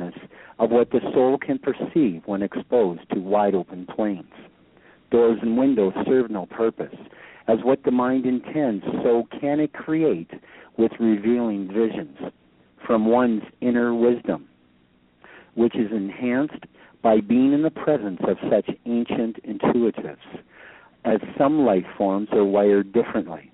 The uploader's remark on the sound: Poets calling in to read their poems from Stubenville, Ohio, Canada, Long Island, New York, Bangor Maine, Birmingham, Alabama, New York City, New York and Redondo Beach, California.